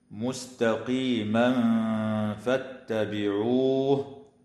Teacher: تغن النون من كلمة وأن لأنها مشددة، ويخفى التنوين عند الفاء مع الغنة المرققة في قوله تعالى: مستقيما فاتبعوه